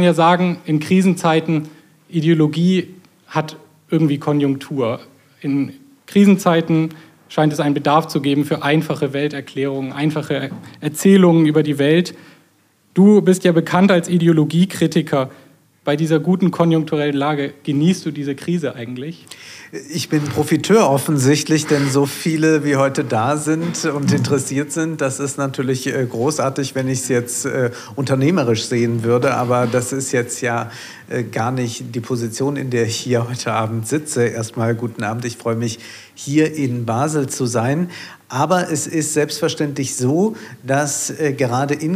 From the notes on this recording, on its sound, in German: Den Audiomitschnitt der Veranstaltung hören Sie jetzt im UM Podcast.